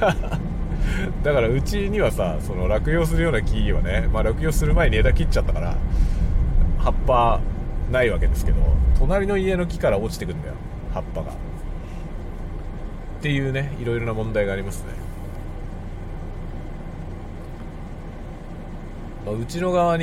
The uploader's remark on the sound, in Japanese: 朝から郵便局へ出かける予定があったので車を運転しながら雑談収録しました。使用マイク：ZOOM M3 MicTrak、TASCAM TM-82（エンディングのみ）。